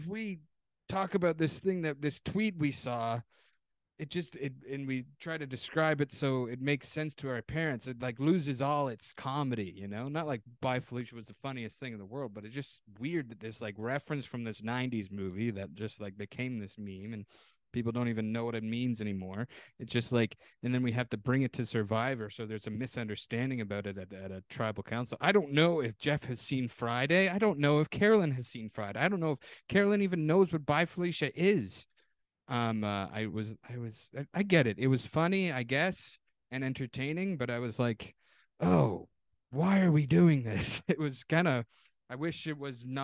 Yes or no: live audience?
no